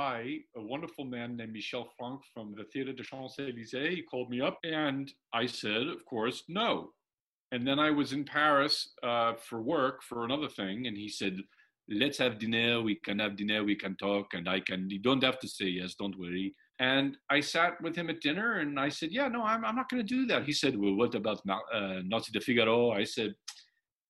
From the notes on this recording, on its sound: recorded in June 2020 from their respective homes